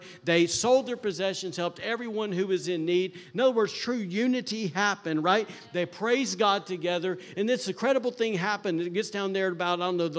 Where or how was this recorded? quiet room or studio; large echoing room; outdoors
large echoing room